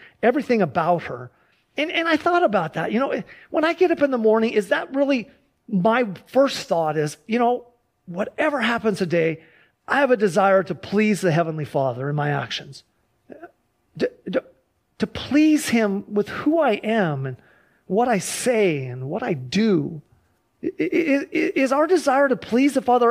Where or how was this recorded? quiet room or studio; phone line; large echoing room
large echoing room